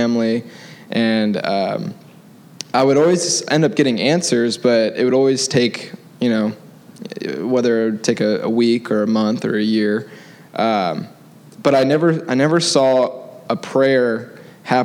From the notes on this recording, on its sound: the gospel preached at our church on Sunday